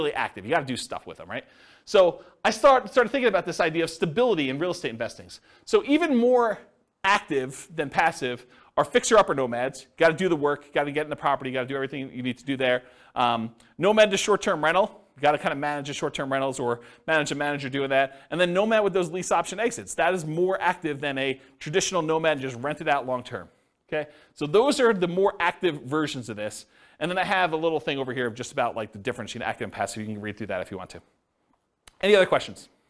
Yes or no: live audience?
yes